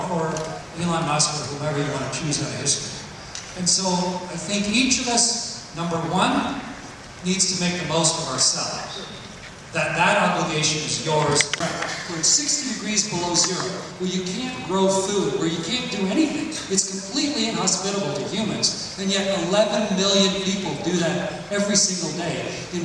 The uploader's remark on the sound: In #Toronto, at #The Elevate Technology Conference and captured his talk on stage for this special behind-the-scenes access.